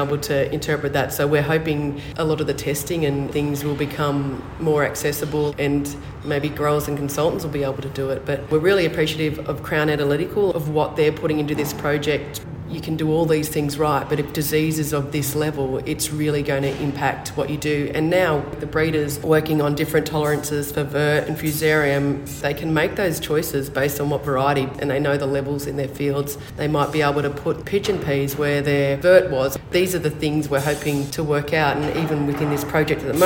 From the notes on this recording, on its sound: on site at the Australian Cotton Research Conference in Toowoomba at the start of September